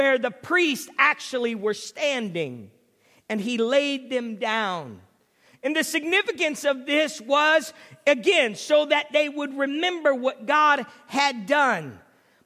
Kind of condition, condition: setting, large echoing room